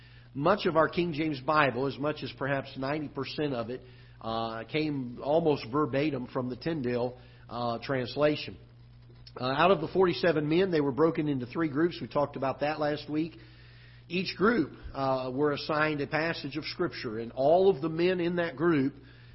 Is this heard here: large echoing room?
yes